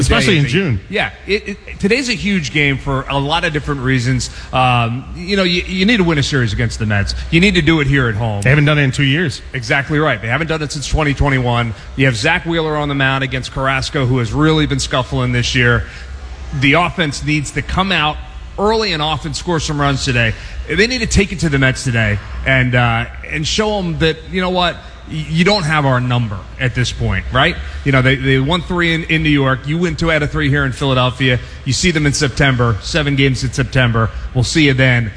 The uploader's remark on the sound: broadcast LIVE from Xfinity Live